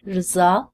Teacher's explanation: And we also looked at the Turkish, rza, which is considered an alveolar approximant, so you make it with the front of your tongue, but it doesn't quite touch the roof of the mouth, and you kind of don't make a buzz like you would with a fricative